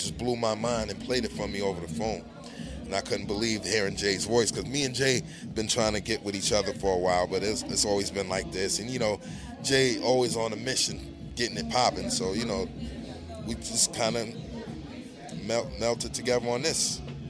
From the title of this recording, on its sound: Live From Brooklyn Bowl